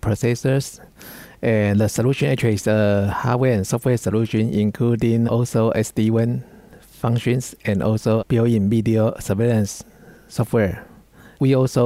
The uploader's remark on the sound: Archive of a livecast interview from the Intel Network Builders Summit in conjunction with SDN & NFV World Congress in The Hague, Netherlands.